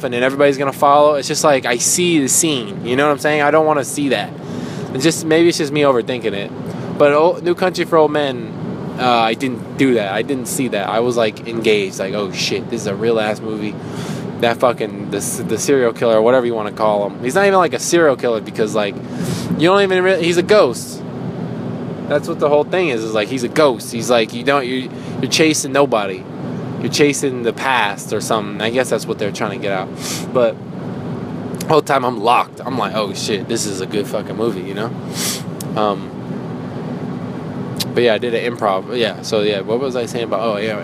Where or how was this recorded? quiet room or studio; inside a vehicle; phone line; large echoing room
inside a vehicle